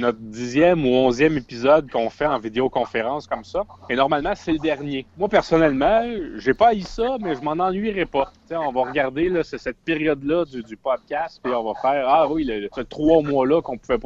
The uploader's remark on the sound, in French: Enregistré sur appel vocal Facebook